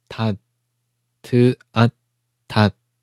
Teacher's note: 舌尖呢，贴到你的上齿龈部分